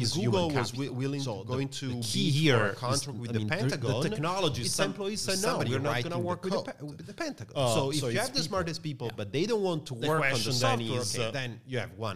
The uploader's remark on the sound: Last week we had the biggest honor to organise this year's edition of Czech Security Forum conference. As a part of the conference , we interviewed.